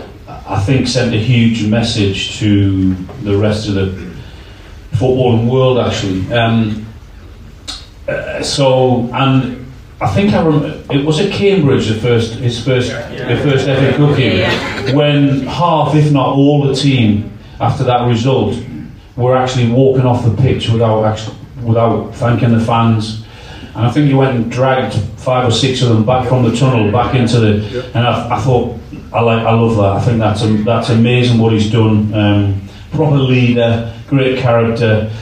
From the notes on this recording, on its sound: Attended a talk in which we have recorded for you as a podcast. Sadly we the professional audio was lost on the night but we have this back up audio to bring you what was a great night.